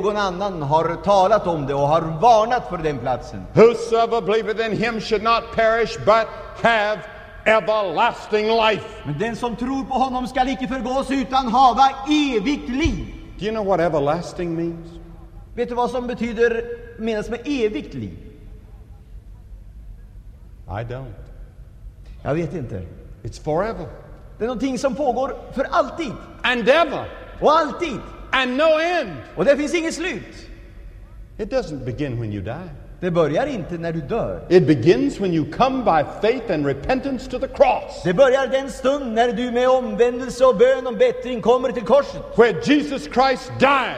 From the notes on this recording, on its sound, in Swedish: Inspelad i Scandinavium, G&#246;teborg 1977-01-14